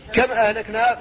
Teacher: الإظهار الشفوي قبل الهمزة